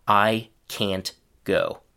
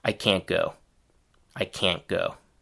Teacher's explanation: However, there's still one important difference between the book pronunciation and the real-world one, which is that the final t sound changes into a stopped partial pronunciation of the t · Shown in: second take · Term: partial stopped t